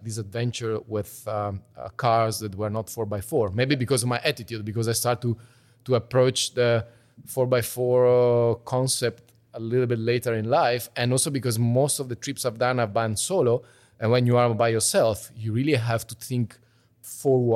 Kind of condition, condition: setting, busy venue